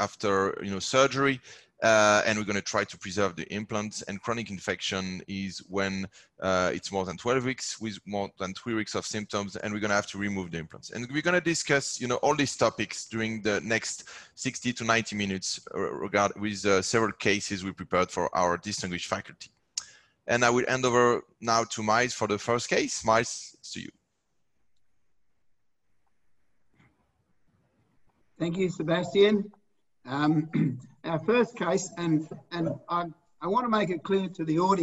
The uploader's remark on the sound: This replay from our 2020 ISAKOS Webinars features case based discussions with an expert panel.